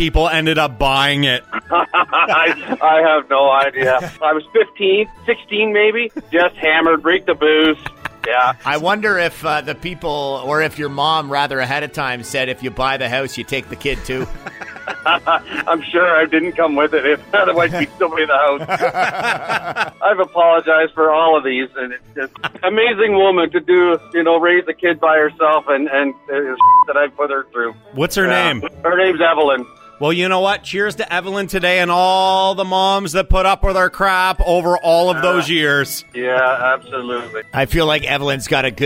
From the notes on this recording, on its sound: All show listeners called